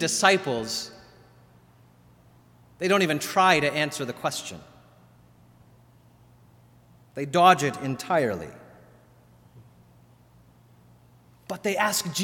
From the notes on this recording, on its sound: Sermon delivered at All Saints Kingsway on January 19, 2020.